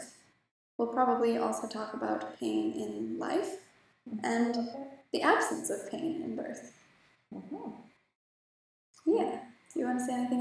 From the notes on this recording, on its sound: We had some technical difficulties, and the audio quality is not ideal. It's pretty fuzzy for the first 10 minutes, but gets better after that.